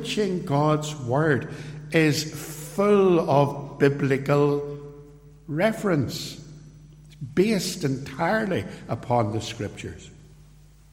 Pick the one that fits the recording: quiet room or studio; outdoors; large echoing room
large echoing room